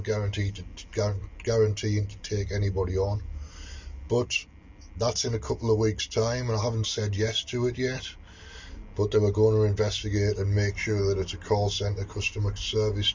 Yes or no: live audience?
no